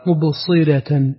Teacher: الصاد لابد أن يكون فيها إطباق. خلصها من أن تقارب السين.